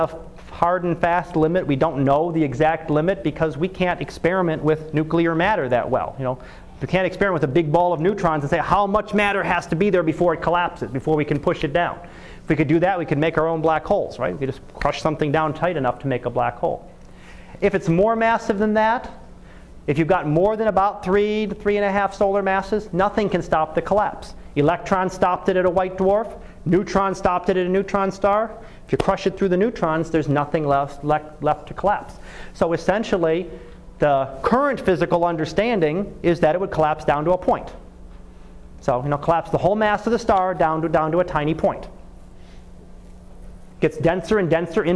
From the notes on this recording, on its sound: Live Class Lecture.